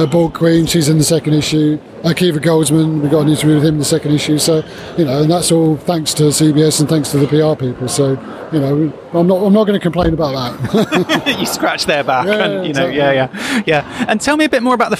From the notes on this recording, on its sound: Live from Destination Star Trek London 2021. Billed as Europe’s largest Trek convention.